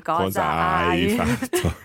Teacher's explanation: And she's combining cosa and hai. So we know that cosa can be used as what or che cosa, but here just cosa, but it's run straight into hai.